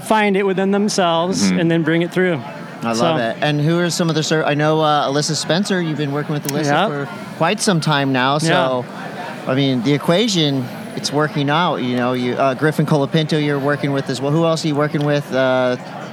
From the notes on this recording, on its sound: Do the pod live at Hansen Surfboards at a party. Lots of surprise guests, funny interactions with people who didn’t know what we were doing.